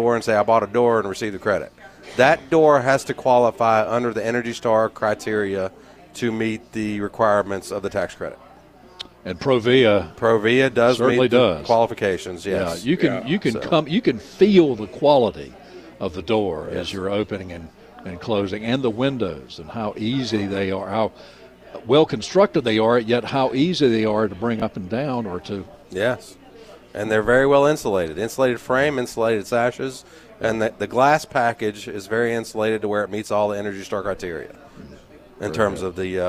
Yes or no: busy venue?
yes